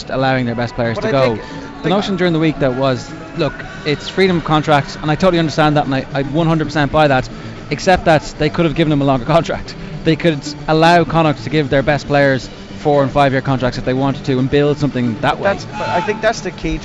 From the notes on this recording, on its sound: Today&#39;s Panel comes to you live from Leinster v Clermont at the Aviva Stadium. Today's Panel comes to you live from Leinster v Clermont at the Aviva Stadium.